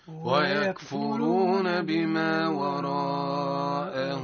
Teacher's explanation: هاء الضمير أو هاء الكناية نجد أمامها واوا صغيرة دلالة على يسمونها مد الصلة تمد بمقدار مد طبيعي يعني ألف حركة مقدار حركتين أو تساوي حركتين واصل. ويكفرون بما